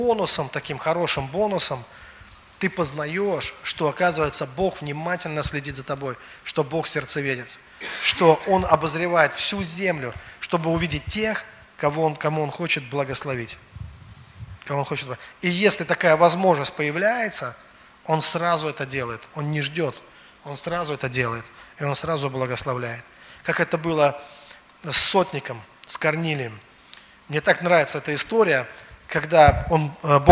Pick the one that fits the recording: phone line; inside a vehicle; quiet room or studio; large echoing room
large echoing room